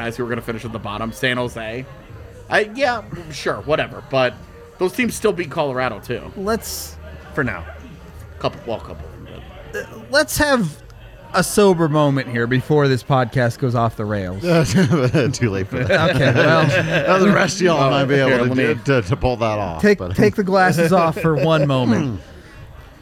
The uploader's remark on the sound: LIVE from the DNVR Bar